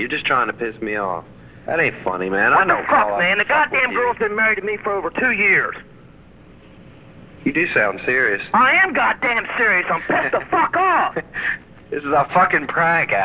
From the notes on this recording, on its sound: …'s Personal Prank Phone Calls Collection.